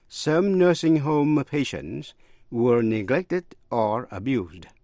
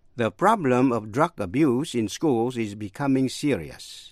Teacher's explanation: Vậy chữ abuse, động từ hay danh từ viết giống nhau, nhưng mà động từ abuse phát với âm z, danh từ abuse phát với âm s